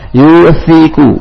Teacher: ujung lidah dikeluarkan dari gigitan dua gigi atas dan bawah